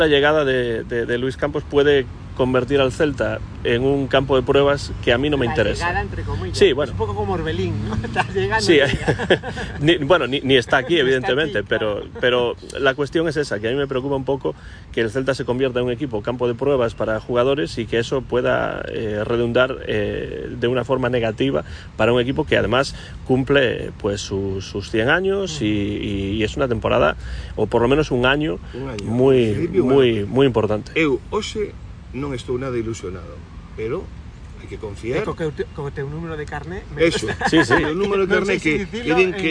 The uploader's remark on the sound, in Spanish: Programa grabado en la Playa de Samil, en Vigo.